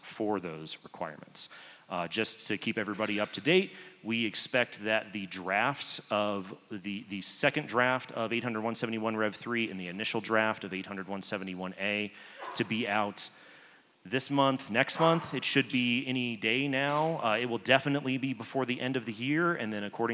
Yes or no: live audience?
yes